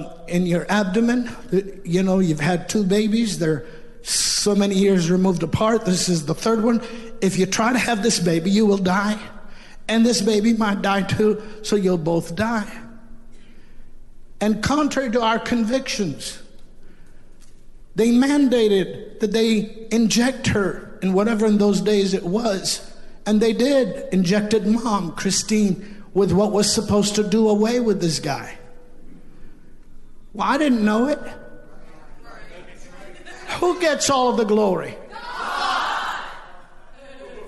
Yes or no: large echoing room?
yes